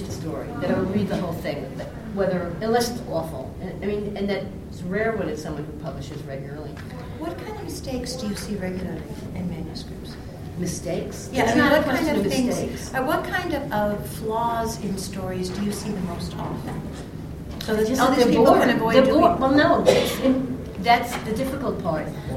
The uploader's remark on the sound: ICON panel. This panel at ICON in Cedar Rapids, IA, 2013.